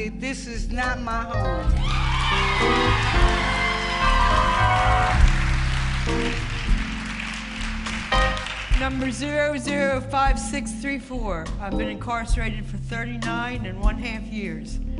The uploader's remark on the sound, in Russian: Записанное на независимом мероприятии TEDx, проходившем в городской тюрьме Манси